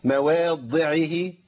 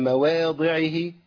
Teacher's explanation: يحرفون الكلمة من بعد مواضعه، ده خطأ، انا لو وقفت على الضاد هشددها، مواضعه كده ضادين · Shown in: first take · هي مواضعه بس انا عملت مجهود، اللي بيعمل كده اللي بيشدد يعني اعمل مجهود عشان اضيف للقرآن حرف.